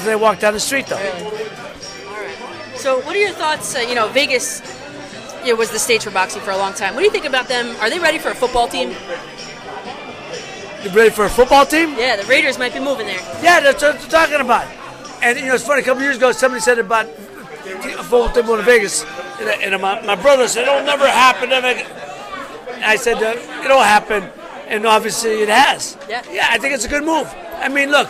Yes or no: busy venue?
yes